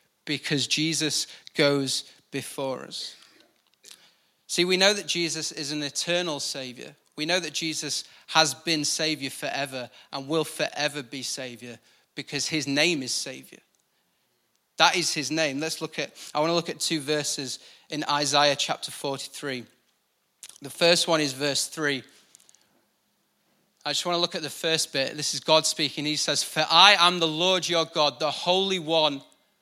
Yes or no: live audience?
yes